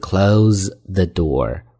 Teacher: 那么做动词的时候读的是 z，比如说 close thedoor，关门，所以是不一样的发音。所以这是这样的一个词组。这个句子我们再读一次：Keep back, he shouted.